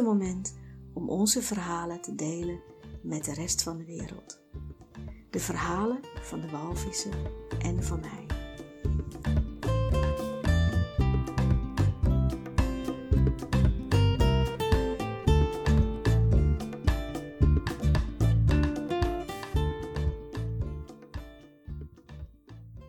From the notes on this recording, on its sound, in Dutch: Bij het terugluisteren besloot ik dat het geluid nog niet is zoals ik wens, dus ga ik op zoek naar een microfoon.